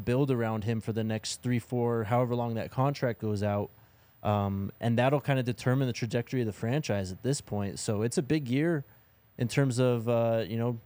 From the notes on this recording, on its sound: coming to you LIVE from the DNVR Bar